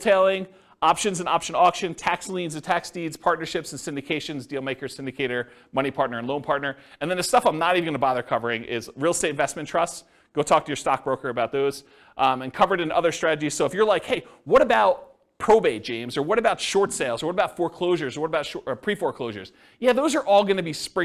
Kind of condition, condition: setting, live audience